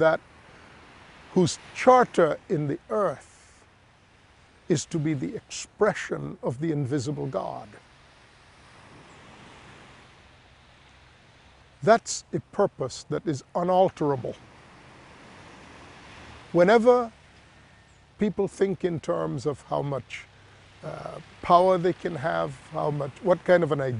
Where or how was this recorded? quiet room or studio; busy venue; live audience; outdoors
outdoors